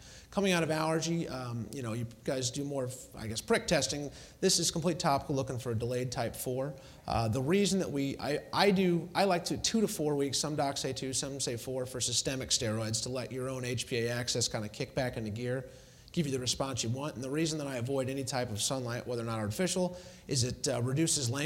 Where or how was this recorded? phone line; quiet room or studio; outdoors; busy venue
busy venue